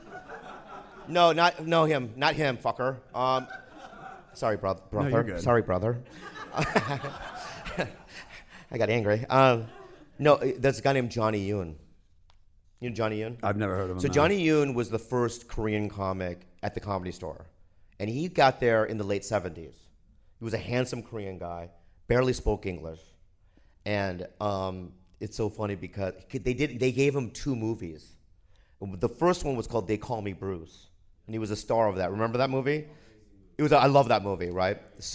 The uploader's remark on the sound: at the 2019 Just for Laughs Comedy Festival in Montreal